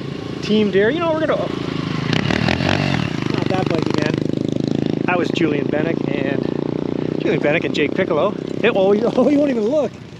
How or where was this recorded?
outdoors